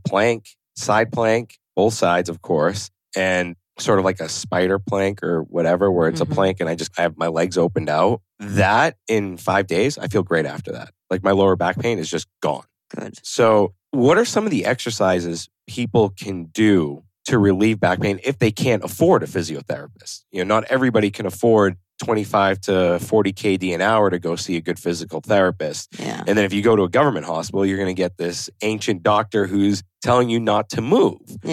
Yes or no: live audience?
no